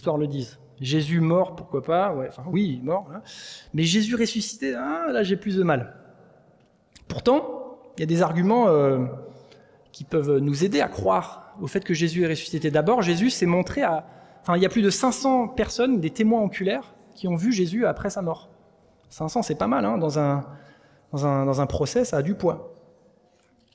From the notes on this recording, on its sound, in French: Enregistré à l'église CVV.